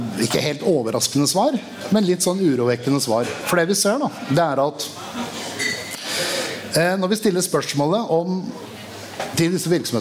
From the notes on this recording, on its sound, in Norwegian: Under Arendalsuka samlet Atea et panel